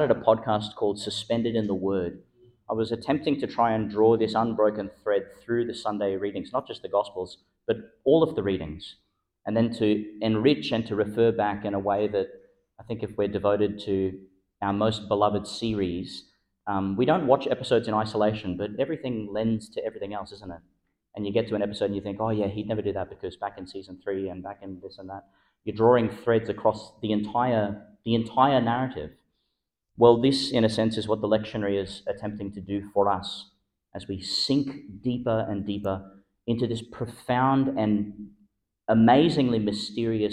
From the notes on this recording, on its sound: Delivered in Our Lady Star of the Sea Church (evening Mass) , Gladstone, Qld. Delivered in Our Lady Star of the Sea Church (evening Mass) , Gladstone, Qld.